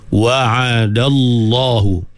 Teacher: Jadi dal tu nipis, lam tu yang tebalnya, taghliz, sebab lam tu pada lafzul jalalah sebelumnya berbaris fathah.